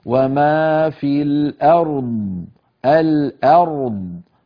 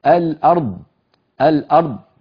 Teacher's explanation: فنرقق الهمزة أ، نفخم الراء أر، ثم نأتي بالضاد ساكنة · Shown in: first take